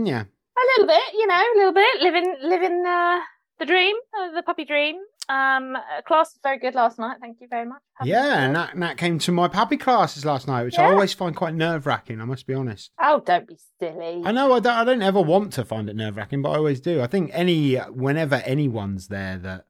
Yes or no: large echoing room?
no